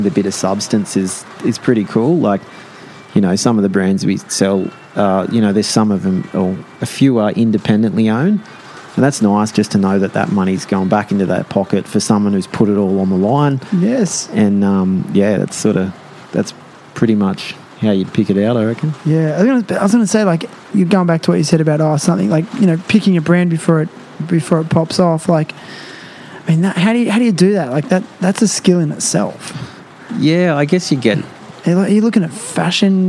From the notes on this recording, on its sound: live and in-person at his store Quay Collective